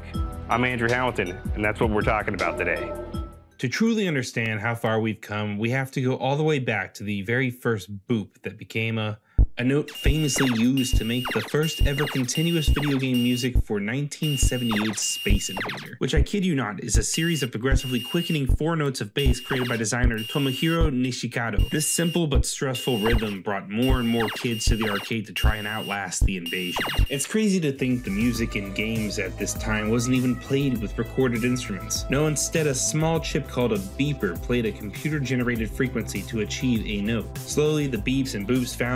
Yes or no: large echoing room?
no